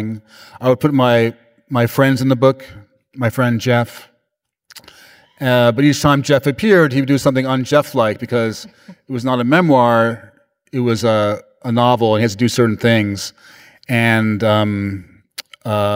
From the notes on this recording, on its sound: Live in conversation. Immerses Melbourne audiences. It was recorded on Wednesday 24 May 2023 at The Capitol as part of the Wheeler Centre’s World of Words series.